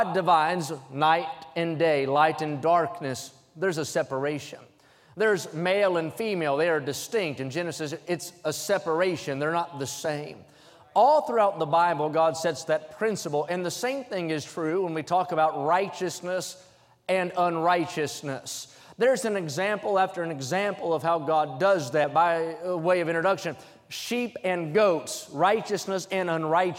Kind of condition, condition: setting, large echoing room